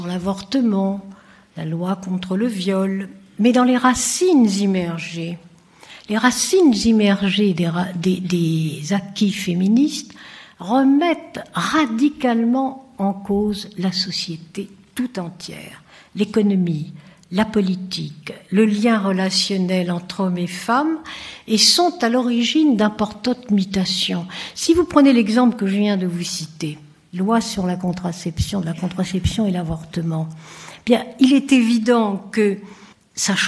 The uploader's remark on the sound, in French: Conférence inaugurale de l'édition 2004 des Rendez-vous de l'Histoire